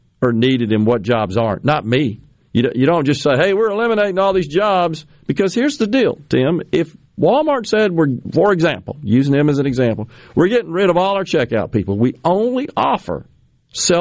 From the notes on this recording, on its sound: Joins the conversation by phone. Joins the discussion by video.